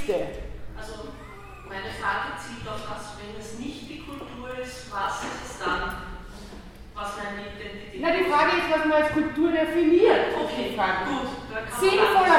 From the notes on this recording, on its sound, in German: Ringvorlesung im WS 2016 Vortrag